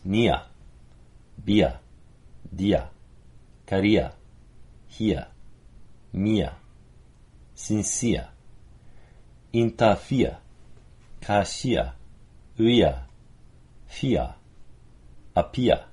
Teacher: we're running from a basis that begins with a no R coloring, non-rhotic, as we say, that it's more diphthongy, more like, almost like two vowels. So near becomes nia, bia, dia, karia, hia, mia, sincia, intafia, kashia, uya, fia, apia. · Term: centering diphthongs